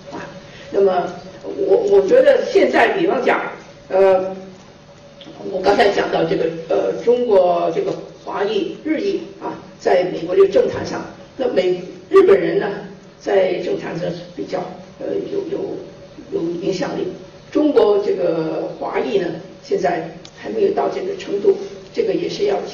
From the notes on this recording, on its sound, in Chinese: 走进上海格致中学大礼堂，精神矍铄。40多分钟的演讲，她始终站着，并且不拿讲稿。她讲话的声音洪亮，慧识的妙语几度将现场气氛推向高潮。